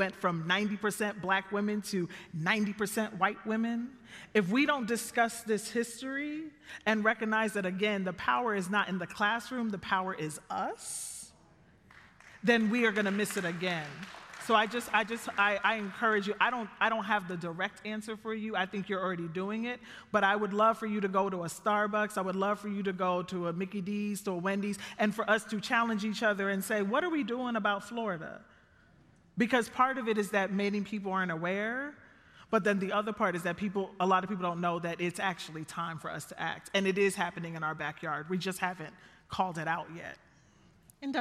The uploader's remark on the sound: It was recorded in front of a live audience of more than 1000 at Westminster Presbyterian in Downtown Minneapolis on May 20, 2023.